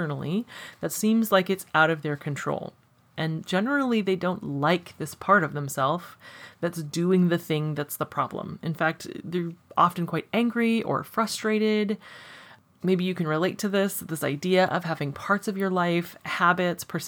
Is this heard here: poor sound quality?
no